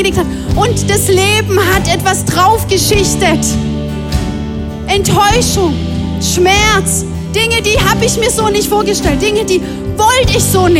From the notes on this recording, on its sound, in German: Audiomitschnitt der Predigt